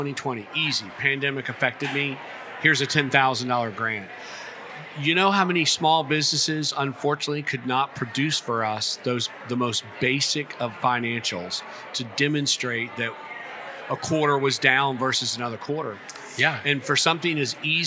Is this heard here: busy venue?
yes